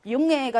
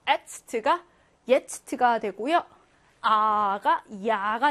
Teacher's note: 어떤 역할을 하냐면요 만약에 요트가 없으면 그냥 웅에였을 거야, 웅에. 근데 이 요트는 뒤에 있는 모음에 영향을 주어서 웅에가 융에가 되고요. 에츠트가 예츠트가 되고요.